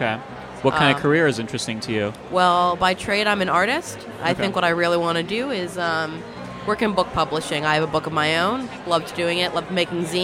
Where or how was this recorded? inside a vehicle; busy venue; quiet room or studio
busy venue